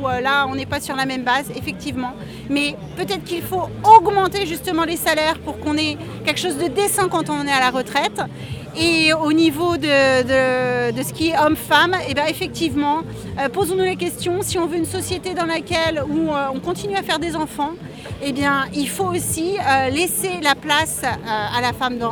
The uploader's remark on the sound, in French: Interviews enregistrées à Nantes le 14 janvier 2019 lors de la manifestation contre le projet de réforme des retraites…